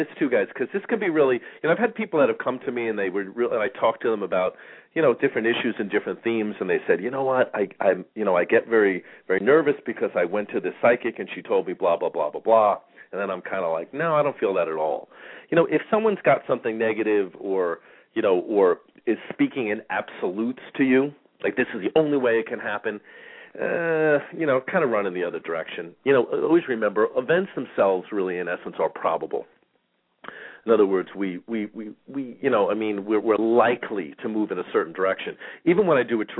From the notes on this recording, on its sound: Callers may call in 20 minutes (halfway thru show) into the live show with questions or comments and 5 minute mini navigational consultations. Phone lines open early for listeners.